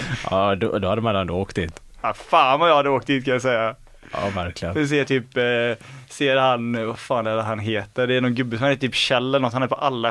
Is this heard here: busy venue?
no